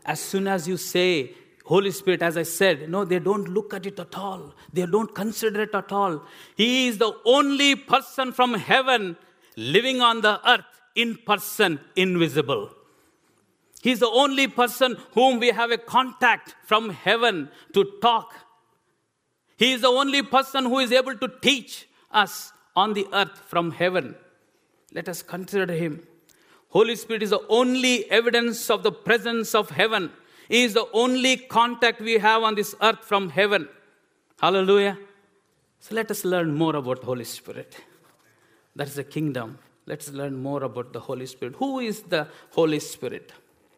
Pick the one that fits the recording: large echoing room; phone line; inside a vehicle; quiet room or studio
large echoing room